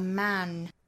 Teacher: A man is known by the silence he keeps.这句话英音和美音几乎没有差别哈，放在一起来讲。那说到这句话的英音和美音的差别，其实比较明显的就在 man 这个词上。那英音呢发 man，我们说到 a 这个发音在英音里发音位置是比较靠口腔后部的